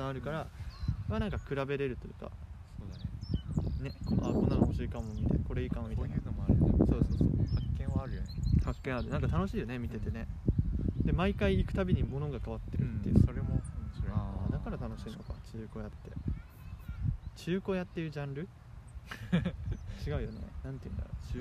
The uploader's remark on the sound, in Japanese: 目の前にシャボン玉が出没。風の音で音声が聞きとりにくい関係上BGMはありません。Anchor←このアプリで収録してます。